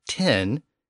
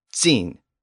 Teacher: the T sound, which became a sibilant sound, either a TS sound or an S sound or a Z sound